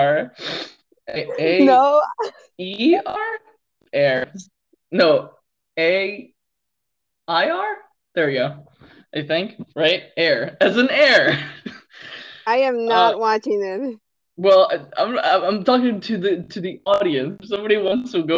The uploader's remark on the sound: Sorry I think the audio problem is not the Mic is my wifi connection.